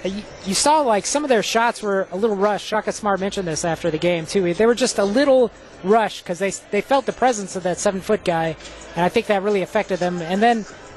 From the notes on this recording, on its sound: LIVE from Fiserv Forum.